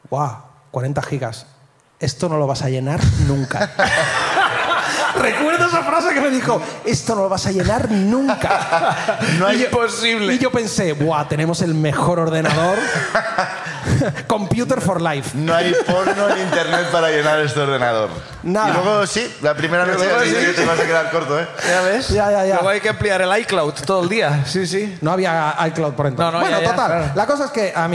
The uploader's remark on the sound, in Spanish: desde la Sala Barts de Barcelona